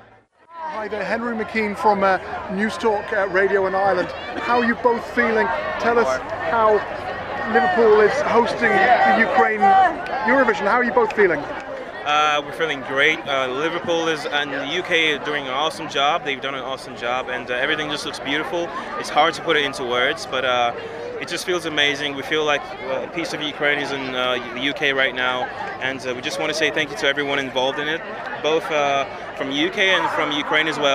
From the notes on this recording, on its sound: Live from Eurovision 2023. We cross to Liverpool to chat with Newstalk reporter.